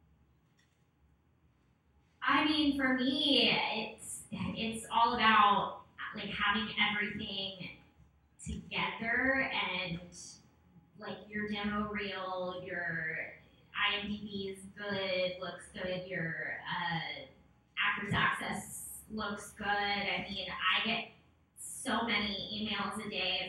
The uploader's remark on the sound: This episode we had some audio issues.